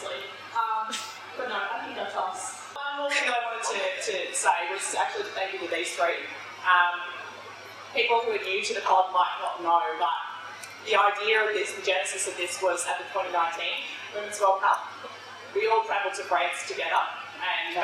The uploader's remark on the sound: We're sorry for the audio quality of this live podcast recording. Recorded live from Yulli's Brews in Sydney!